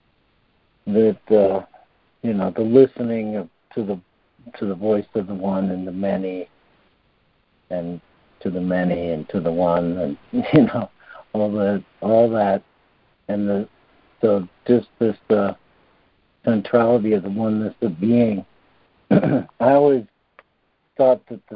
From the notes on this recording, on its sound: Students are joining together on a Free Conference Call.